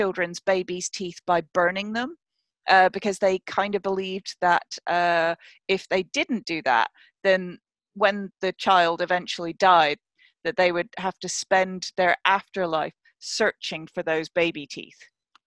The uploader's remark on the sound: This episode was recorded via Zoom due to lockdown